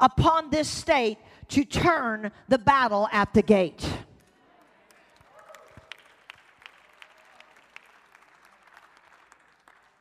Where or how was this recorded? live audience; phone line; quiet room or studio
live audience